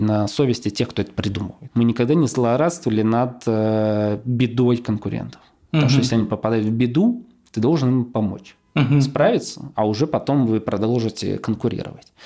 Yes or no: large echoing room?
no